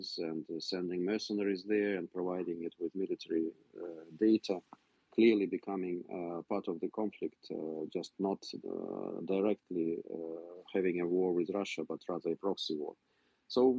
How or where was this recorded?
video call